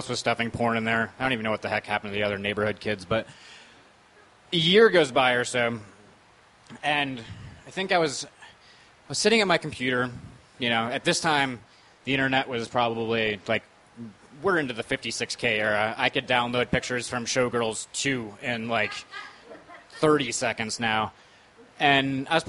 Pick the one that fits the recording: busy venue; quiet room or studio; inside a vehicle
busy venue